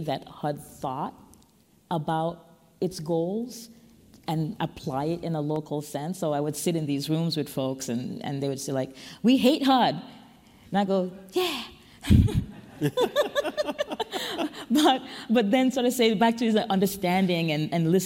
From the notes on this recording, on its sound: USGBC Live Washington DC Opening Keynote. Joins USGBC Live in person in Washington, DC on June 9 to deliver keynote remarks at our opening session.